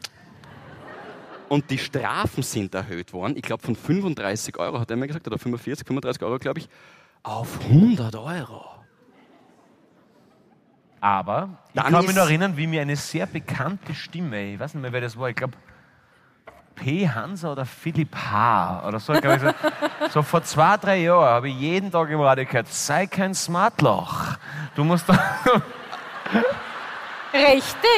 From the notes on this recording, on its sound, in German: Hawi D'Ehre LIVE - Graz.